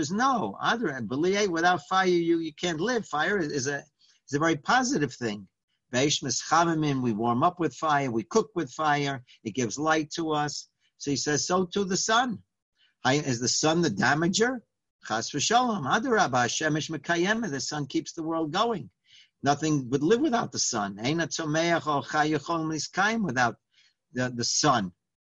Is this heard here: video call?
yes